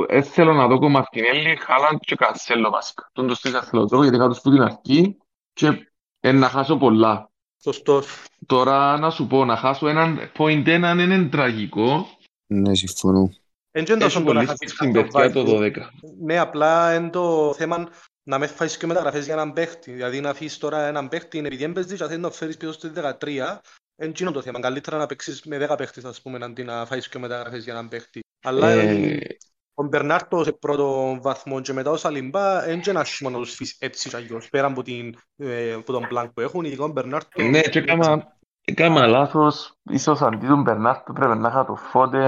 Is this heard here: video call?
yes